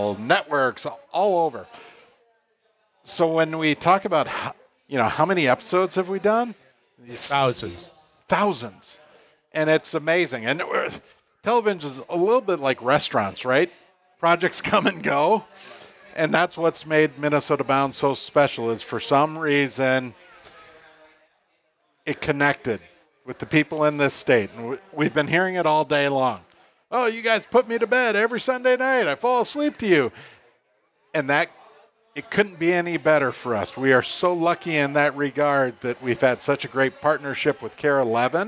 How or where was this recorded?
live audience